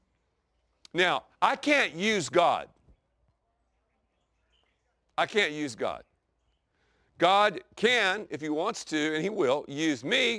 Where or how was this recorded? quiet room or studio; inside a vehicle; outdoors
outdoors